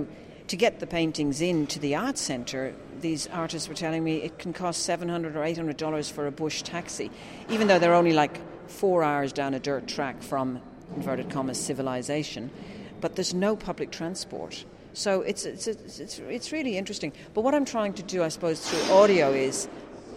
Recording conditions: busy venue